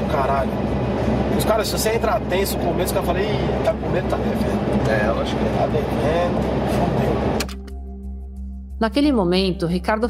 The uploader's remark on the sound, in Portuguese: A conversa foi gravada no carro do jogador.